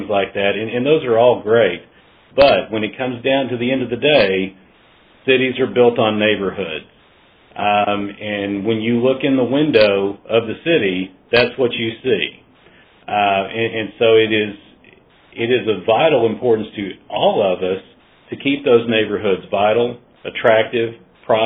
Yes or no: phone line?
yes